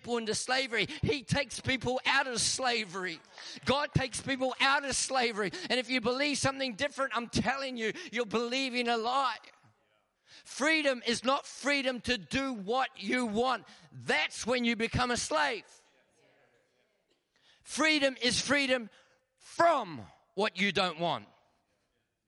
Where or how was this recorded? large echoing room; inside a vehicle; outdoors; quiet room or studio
large echoing room